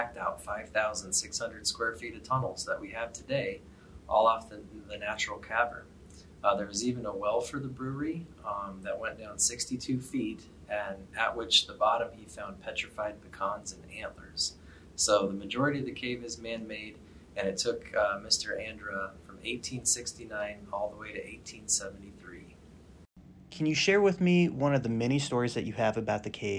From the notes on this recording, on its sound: lecture series at the Center for Great Plains Studies.